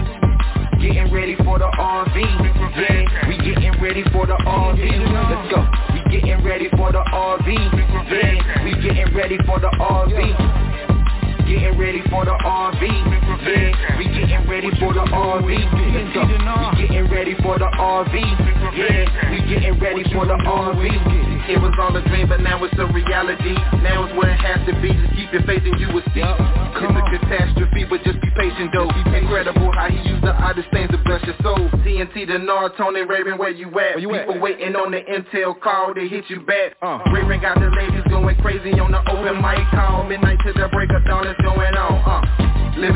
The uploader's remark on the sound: TNTSuperfantastic Conference Call.